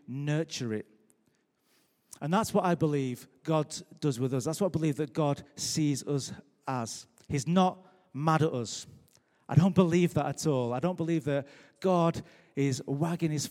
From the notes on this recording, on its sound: Recorded live at Life Church on Sunday 12th Novemvber 2017.